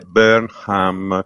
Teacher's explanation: e poi è Burnham con l'H aspirata